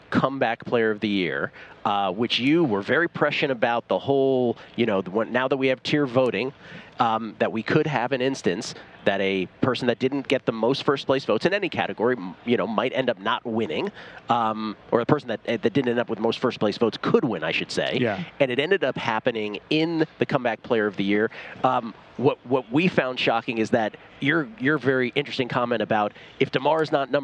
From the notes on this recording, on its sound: broadcasting live from media row